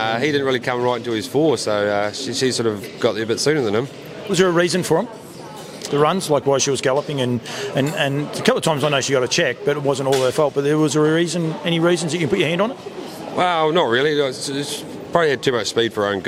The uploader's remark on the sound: Joined me today at Addington Raceway